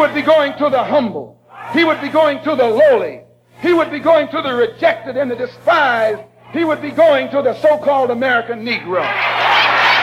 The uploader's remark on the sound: Memorial Service April 28 1962